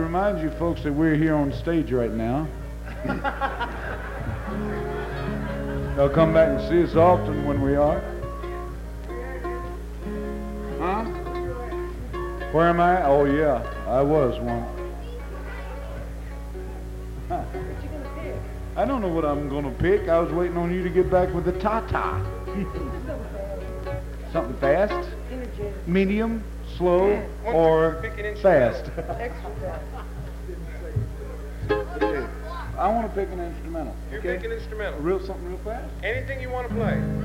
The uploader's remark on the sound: live from The Bean Blossom Bluegrass Festival 1972!